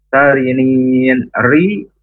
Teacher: ri dibaca tarqiq karena huruf ro berharokat kasrah